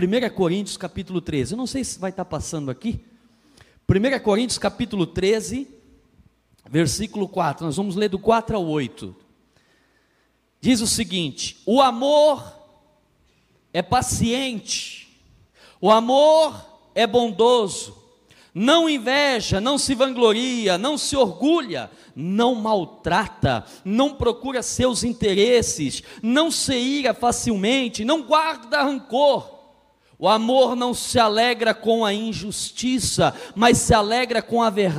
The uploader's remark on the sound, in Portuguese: na Igreja ABA Blumenau (Transmitido ao vivo)